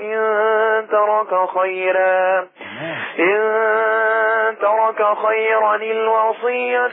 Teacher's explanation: هتفضل محتفظ بالترقيق مع كسر التنوين